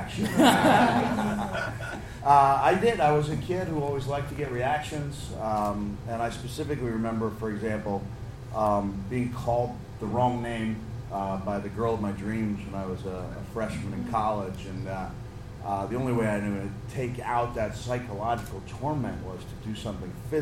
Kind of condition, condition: setting, live audience